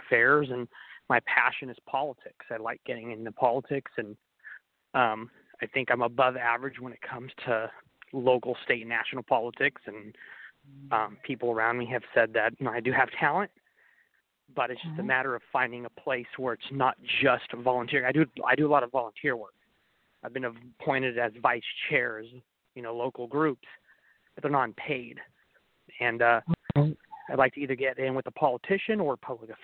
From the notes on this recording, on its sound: in response to callers' questions